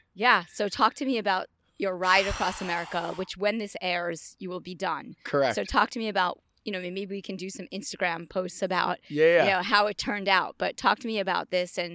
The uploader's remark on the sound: Sweet Honey Farm, in the horse coral